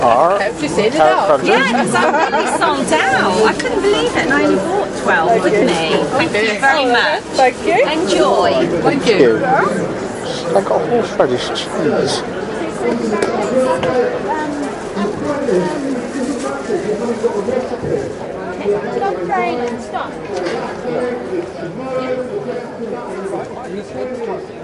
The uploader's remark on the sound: Extracts from The Letchworth Garden City, Food & Garden Festival. I also play in a little snippet from the annual Jackmans Fun Day.